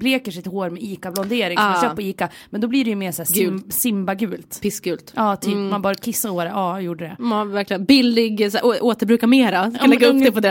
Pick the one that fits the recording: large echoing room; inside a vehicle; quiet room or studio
quiet room or studio